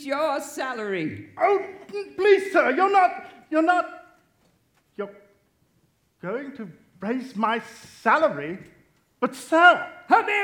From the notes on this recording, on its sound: The Whole Backstage presents our live on-stage recording of "A Christmas Carol: a Radio Play". As a radio play performed in front of a live audience on stage with a sound effects table and characters taking turns at the featured mics.